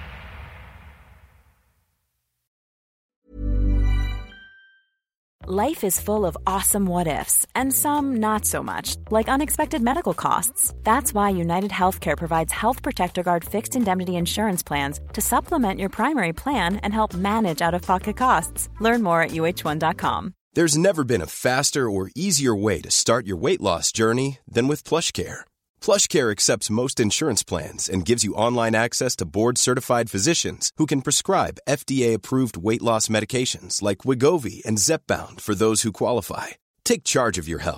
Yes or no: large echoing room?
no